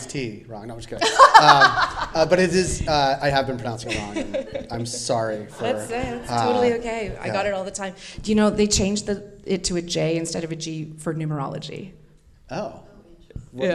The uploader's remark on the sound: Recorded at the second edition of our speaker series focused on the emerging economy of Cannabis in Canada.